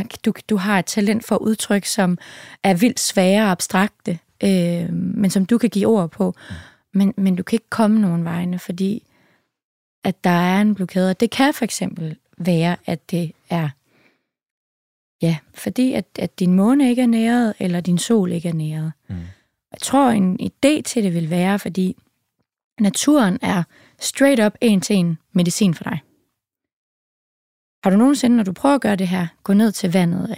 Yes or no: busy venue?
no